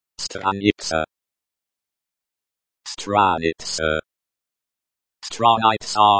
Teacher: stress on the second syllable